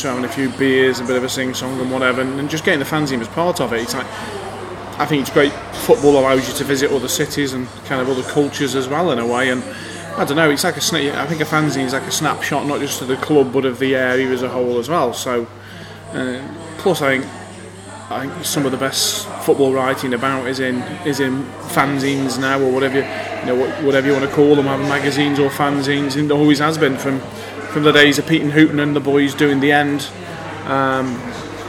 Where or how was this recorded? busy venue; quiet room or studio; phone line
busy venue